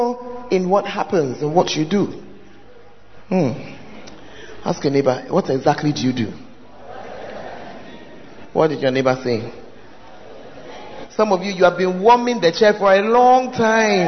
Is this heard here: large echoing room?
yes